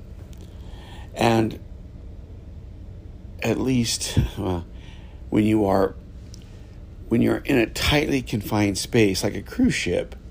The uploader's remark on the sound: This episode was recorded from a moving ship on the Caribbean Sea.